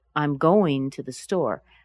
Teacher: I don't say I am going with equal power. Going is the word that I want to focus on.